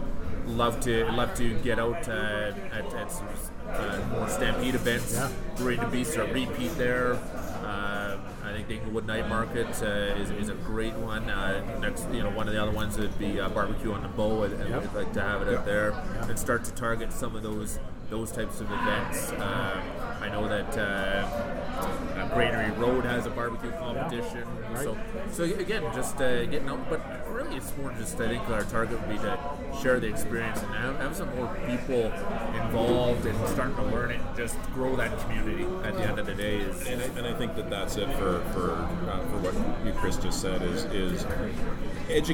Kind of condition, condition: setting, busy venue